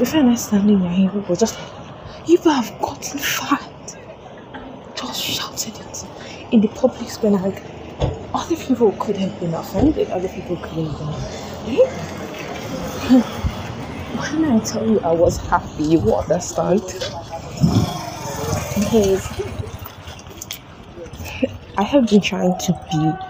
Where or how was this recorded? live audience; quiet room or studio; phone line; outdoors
outdoors